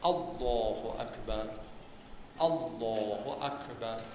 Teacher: هم همزه از ناحیه حلق هست، اما از ابتدای حلق با یه تیزی خاص خودش، نبره که گفتیم.